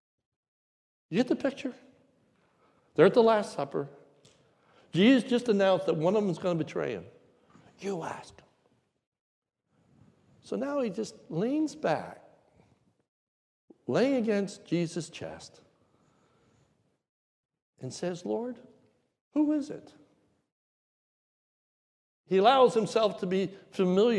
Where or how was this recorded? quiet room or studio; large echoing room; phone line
large echoing room